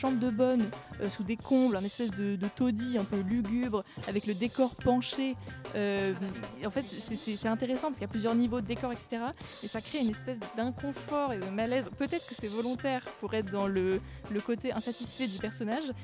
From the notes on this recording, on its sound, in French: nous avons le plaisir d’échanger, par téléphone